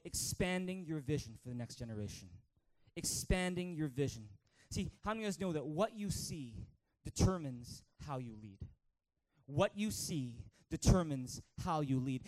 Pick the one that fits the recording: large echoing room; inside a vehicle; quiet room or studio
large echoing room